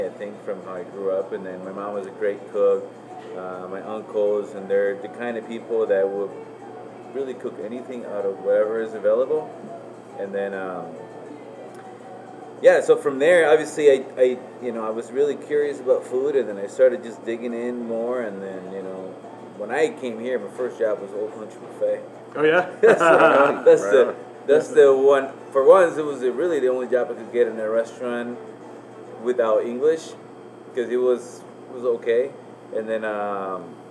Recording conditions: background noise